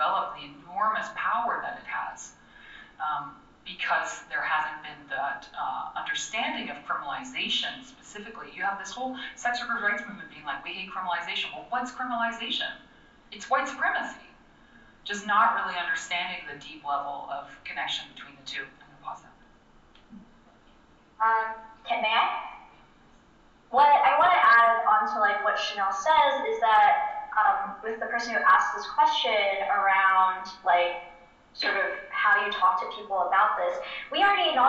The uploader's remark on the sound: session recorded at Socialism 2022